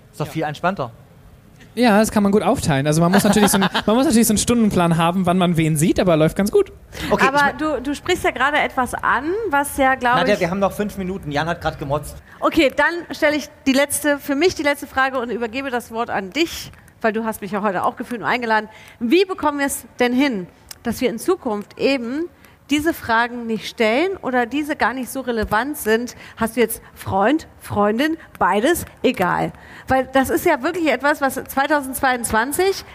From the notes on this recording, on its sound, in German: Live-Podcast. Zum Pre-Opening des CSD Leipzig auf dem Augustusplatz.